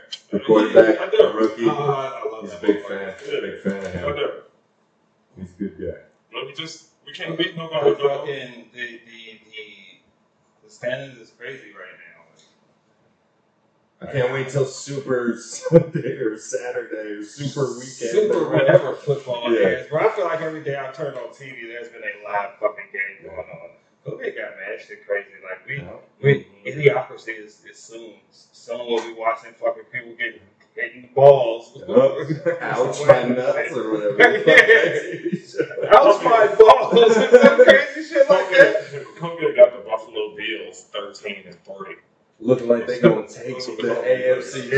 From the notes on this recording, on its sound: Sorry for the poor mic quality here